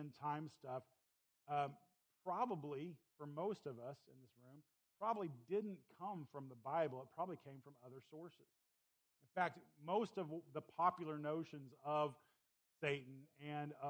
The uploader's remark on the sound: Please excuse the low volume of this recording.